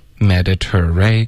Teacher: 所以这个 ter 会有一个 r 的音在结尾， ray 也会有一个 r 的音在开头